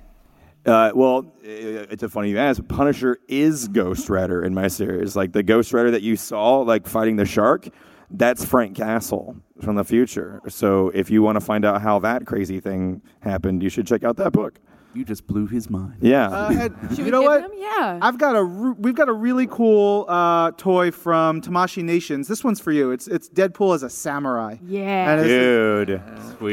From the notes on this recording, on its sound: Live at San Diego Comic-Con 2018